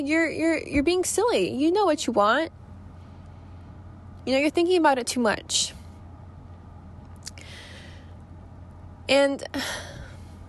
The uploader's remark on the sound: I sit down in my car before going to work, with no notes, nothing-- just me talking to you guys.